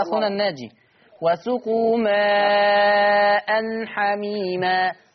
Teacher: أظهر التنوين، ليس معه غنة